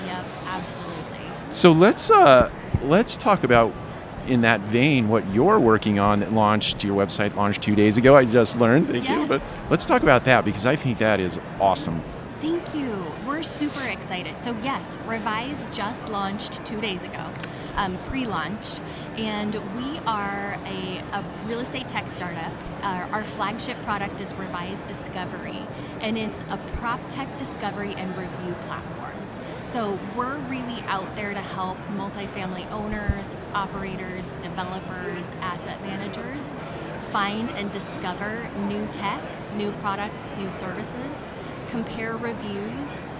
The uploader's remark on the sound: on the tradeshow floor of the National Apartment Association's 2023 Apartmentalize!